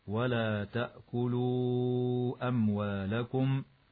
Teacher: وتظهر الميم الساكنة قبل الواو في كلمة أموالكم ويسمى إظهارا شفويا